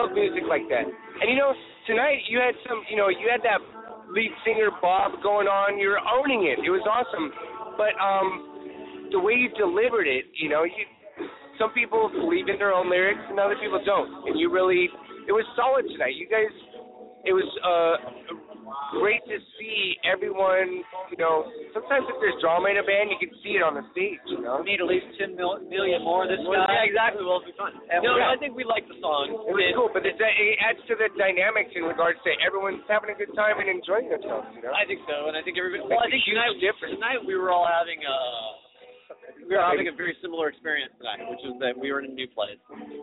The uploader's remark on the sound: Live at the Old Towne Pub!